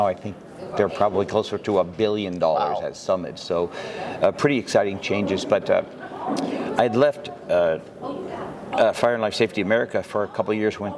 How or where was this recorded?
busy venue